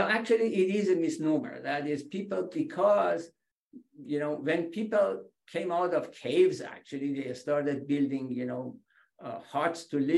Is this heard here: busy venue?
no